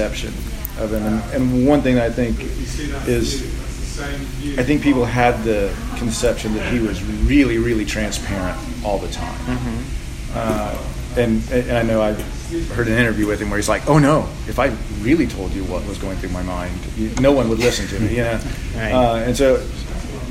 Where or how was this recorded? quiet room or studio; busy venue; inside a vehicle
busy venue